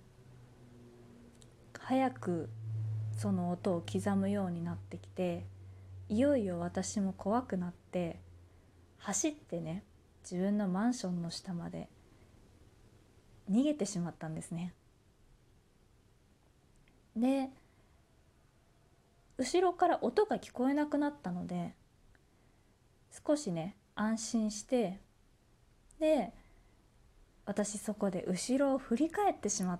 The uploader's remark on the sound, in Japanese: 自宅でスマホによる収録のため様々な騒音が収録されています